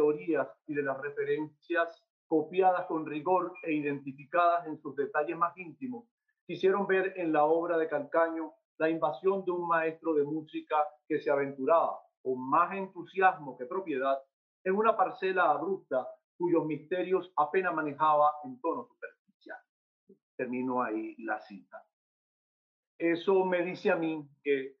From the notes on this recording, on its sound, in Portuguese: Plataforma ZOOM